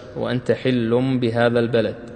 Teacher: قلبنا نون التنوين إلى ميم · Term: الإقلاب